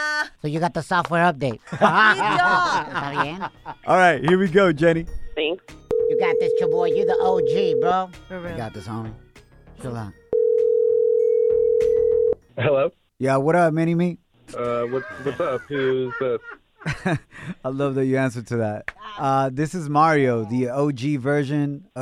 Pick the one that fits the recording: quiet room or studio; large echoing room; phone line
phone line